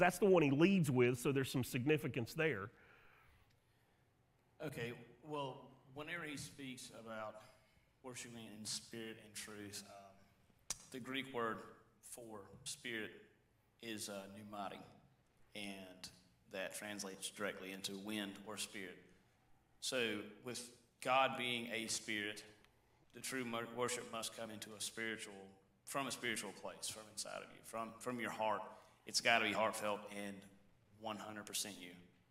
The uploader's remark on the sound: Sermon audio from Mission Church in Locust, NC.